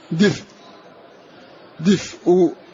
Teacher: تحرك الفاء بحركة الهمزة الضم